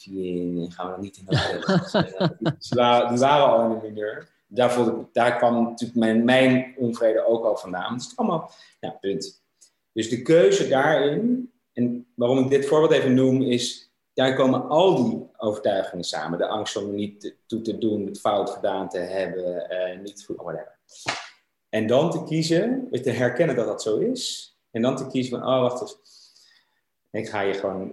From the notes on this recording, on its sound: Tijdens een wekelijkse Groeisessie voor ondernemers, via Zoom.